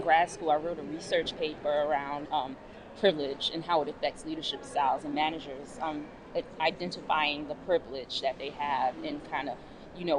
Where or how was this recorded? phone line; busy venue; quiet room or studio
busy venue